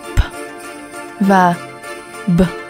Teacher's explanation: P là một phụ âm vô thanh, còn B là phụ âm hữu thanh. Hai phụ âm này đều có đặc điểm giống nhau về cách đặt vị trí của các bộ phận phát âm.